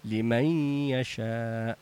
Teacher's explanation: النون هنا بعدها ياء، الحكم إدغام بغنة